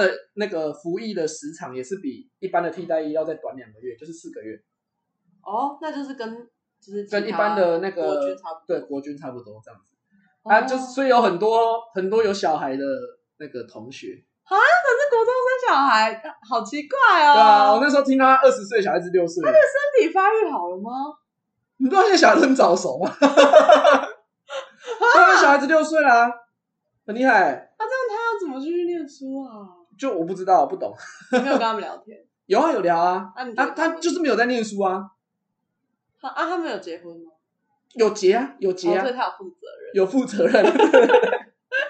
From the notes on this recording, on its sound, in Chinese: 當天錄製完畢後才發現麥克風出現狀況，所以這一集音質很糟，非常抱歉！